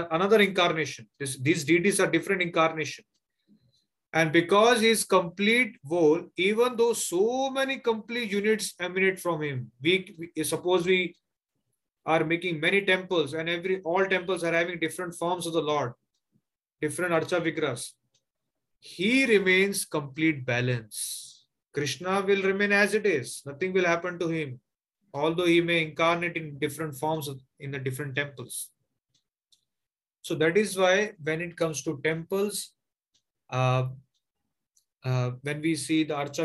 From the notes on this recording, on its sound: Zoom recorded classes.